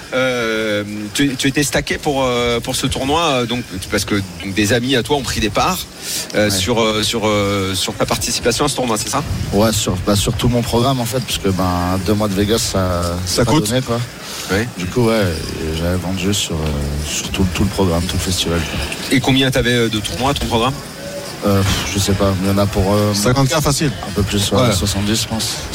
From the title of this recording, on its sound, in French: en direct des WSOP à Las Vegas